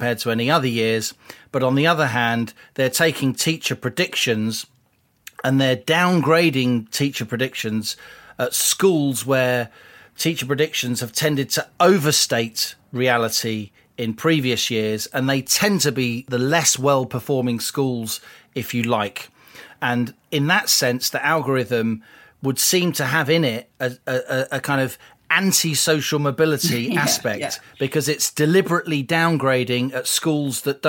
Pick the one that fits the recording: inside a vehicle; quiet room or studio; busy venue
quiet room or studio